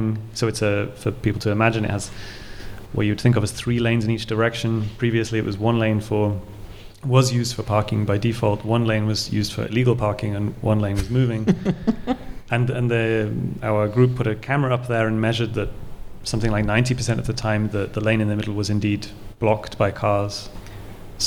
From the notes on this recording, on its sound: Excerpts from our recent live show at the Selina Hotel Mitte in central Berlin.